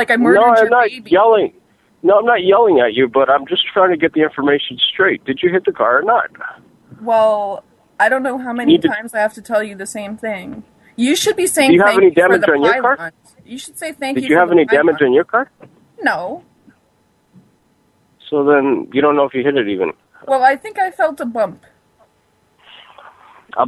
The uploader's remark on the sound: Prank Phone Calls Collection